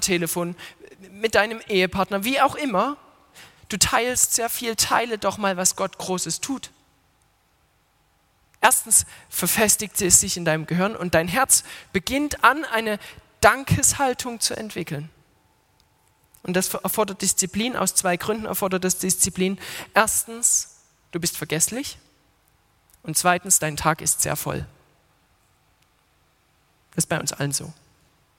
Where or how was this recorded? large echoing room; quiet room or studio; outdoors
large echoing room